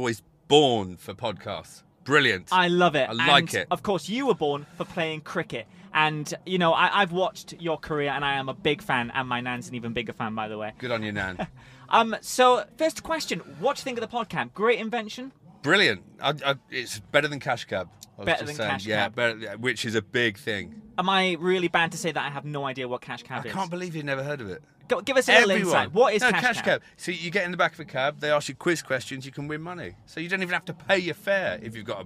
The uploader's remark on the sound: This episode was recorded live at the 2021 British Motor Show in Farnborough.